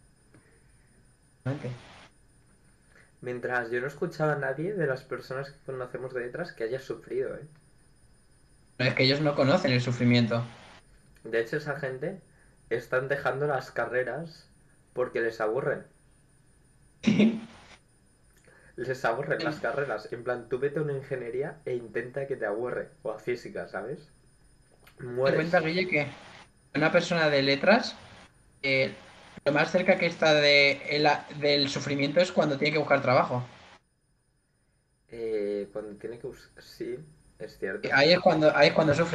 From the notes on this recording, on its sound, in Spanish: En este episodio sufrimos problemas de audio